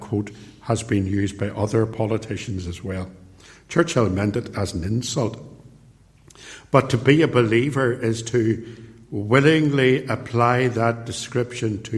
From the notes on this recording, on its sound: preached at Templepatrick Reformed Church